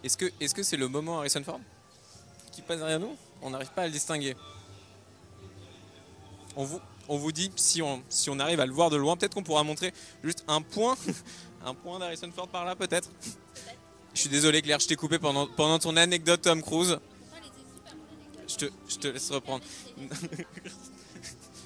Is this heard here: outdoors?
yes